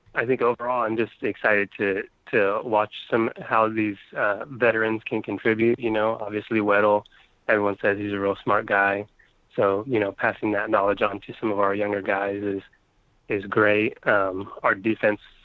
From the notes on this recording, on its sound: Finish the show off with some prank calls. On the phone (which he joins in eventually, for a short time).